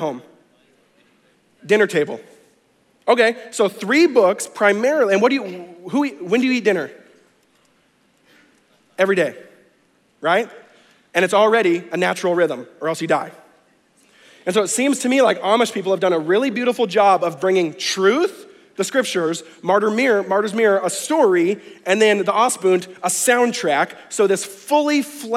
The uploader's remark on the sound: conference talks from NewSpring Church